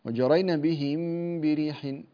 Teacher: ميم ساكنة بعدها حرف الباء إخفاء شفوي، فأخفي الميم عند الباء